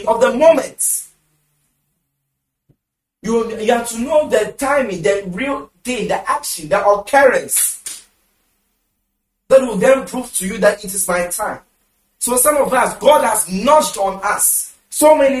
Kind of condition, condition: setting, large echoing room